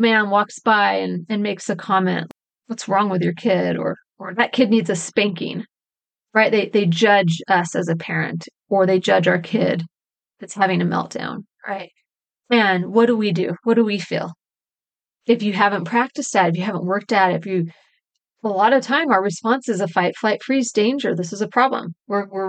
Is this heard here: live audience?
no